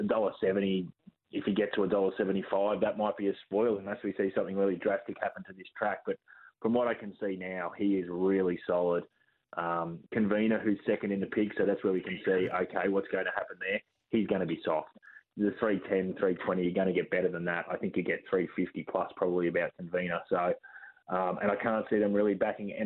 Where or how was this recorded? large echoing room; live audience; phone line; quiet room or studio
phone line